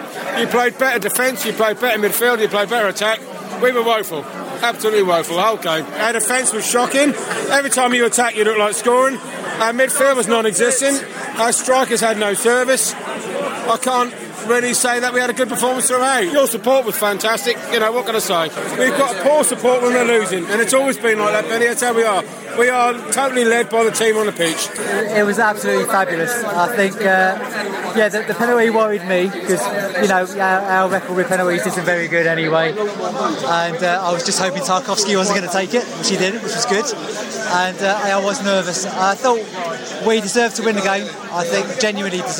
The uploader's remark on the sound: Post Norwich match - fan discussion in the pub. Norwich discussion with Beesotted crew in the pub. Brentford fans forum discussion.